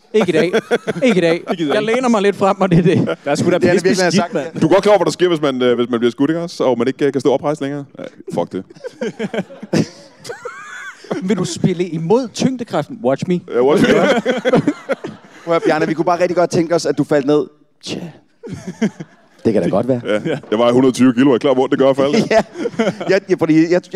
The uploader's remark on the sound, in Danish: Dette er et live-afsnit, optaget på Grønnegades Kaserne i Næstved.